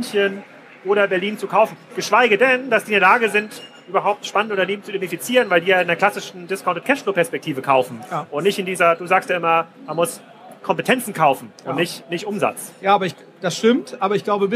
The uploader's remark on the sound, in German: Auf dem #OMR Festival in Hamburg